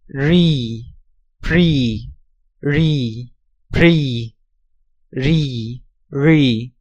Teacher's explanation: Langer syllabischer stimmhafter retroflexer approximant wie ein Vokal. Ein längere Variante von ri.